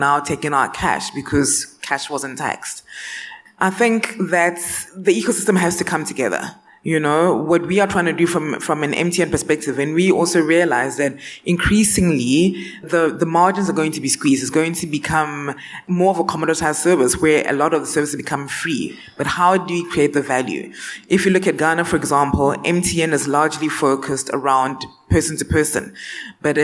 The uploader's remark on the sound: The Future of Digital Financial Services was recorded live at the Africa Money & DeFi Summit - West Africa 2023, an Africa Tech Summit event. Panel session.